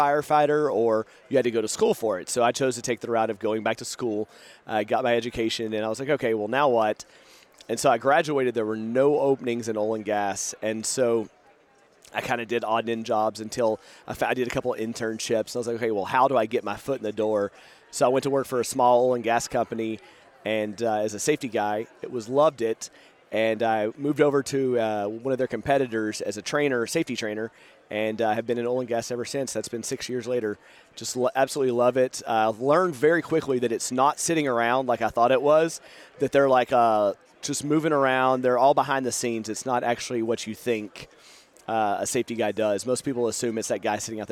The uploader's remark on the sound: Live From NSC 2023